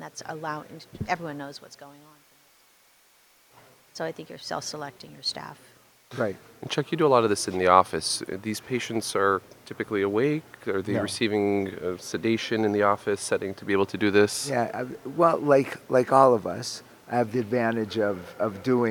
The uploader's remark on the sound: Live from ASRM 2023